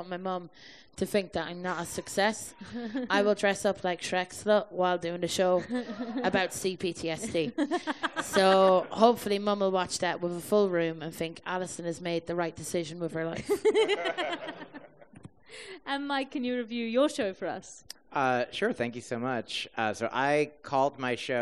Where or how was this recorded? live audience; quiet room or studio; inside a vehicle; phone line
live audience